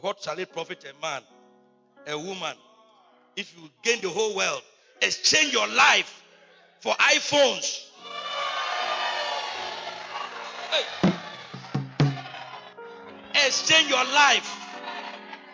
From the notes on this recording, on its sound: He Gave Gifts Unto Men Convention. Preached at the Good Shepherd Cathedral, Loyalty House International, Tema-Community 22.